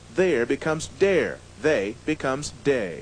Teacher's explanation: the TH sound is replaced by a D sound